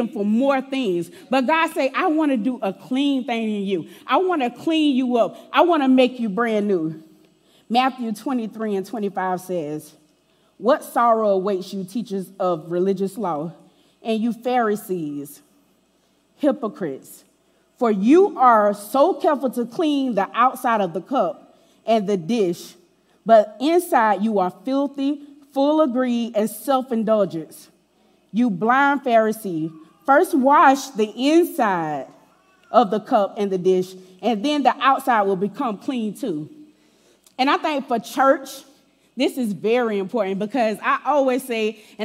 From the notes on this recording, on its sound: Recorded live on December 31, 2023 at Church On The Rock